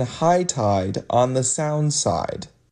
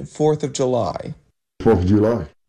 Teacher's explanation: what's happening is the I vowel is going back and then going up in the back. So instead of saying something like line, you get loin.